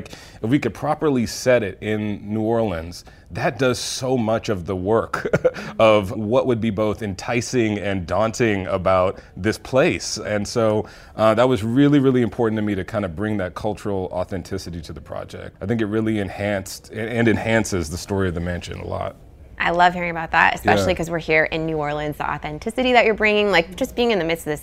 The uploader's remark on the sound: Joined us live at The ESSENCE Festival of Culture.